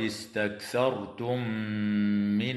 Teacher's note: وتدغم في الميم مع الغنة في قوله تعالى استكثرتم من